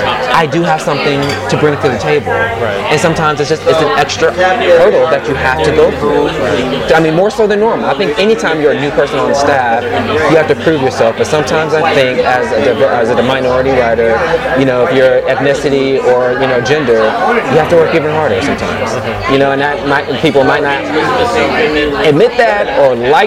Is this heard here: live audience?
yes